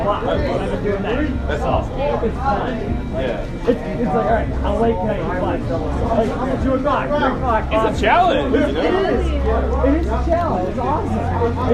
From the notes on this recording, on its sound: Sounds like a party & the file name places this on west Belmont in Chicago